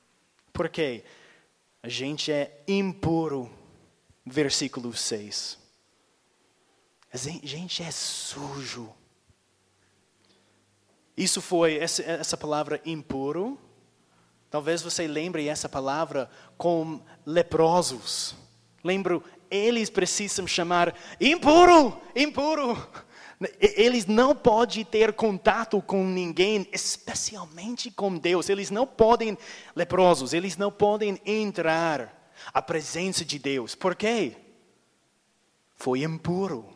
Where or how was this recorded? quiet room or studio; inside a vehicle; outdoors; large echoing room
large echoing room